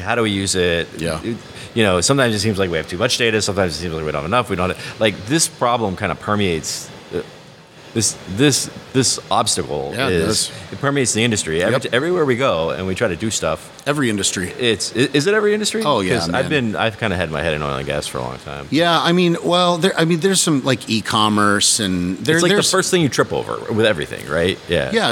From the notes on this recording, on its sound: Is on location at the 8th annual IoT conference. Hanging out in the bar.